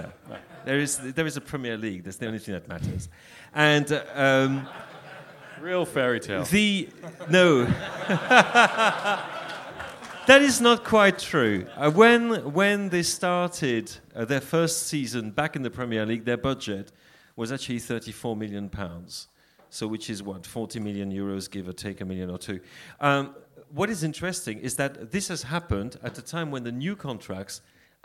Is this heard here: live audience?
yes